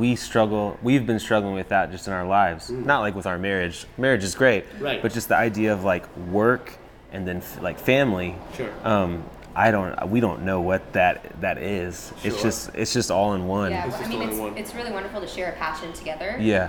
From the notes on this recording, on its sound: Live from SXSW 2022. Live from their home city of Austin, Texas.